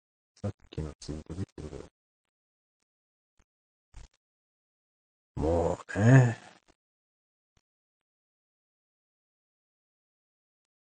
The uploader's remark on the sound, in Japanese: 700回記念ライブ配信！オーディオインターフェースが認識されておらず、ステレオ録音になってませんでした。IPhoneで録音するとオーディオ認識されてるからわからず、ライブ配信だとプレイバック確認できないので困りますね。